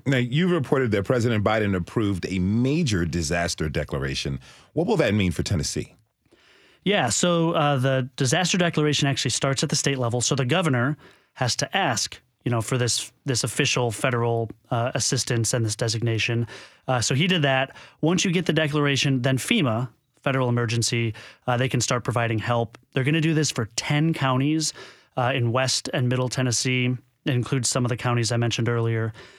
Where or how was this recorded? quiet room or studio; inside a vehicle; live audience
quiet room or studio